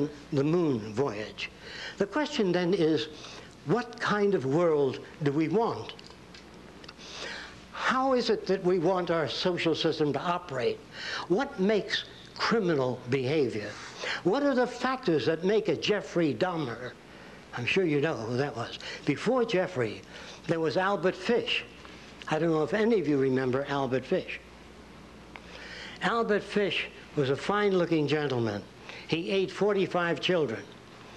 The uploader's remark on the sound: introduction lecture at Nichols College